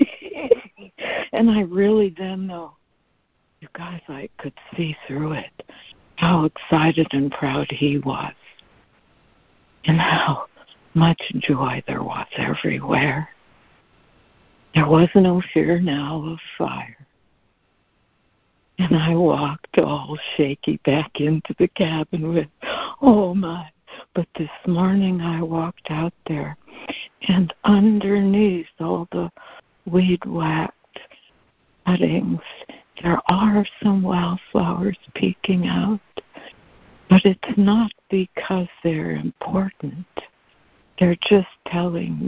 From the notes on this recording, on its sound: ACIM Daily Conference Call